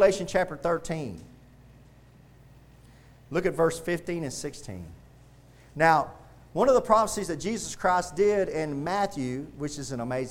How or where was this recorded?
large echoing room